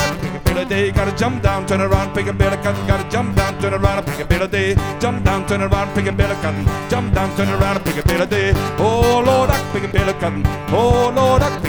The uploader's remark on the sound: live in Bluesmoose cafe